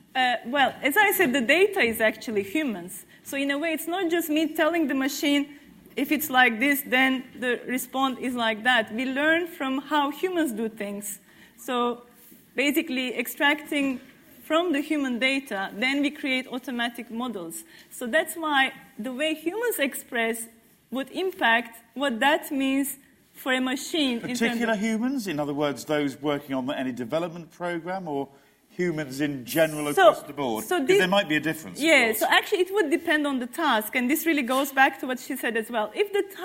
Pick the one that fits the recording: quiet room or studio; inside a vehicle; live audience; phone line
live audience